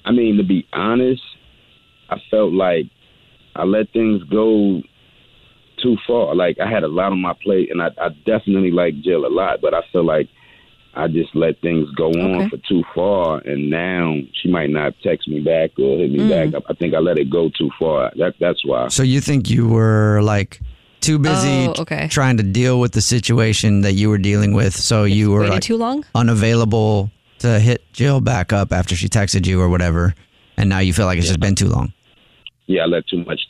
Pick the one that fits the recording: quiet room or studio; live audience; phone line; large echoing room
phone line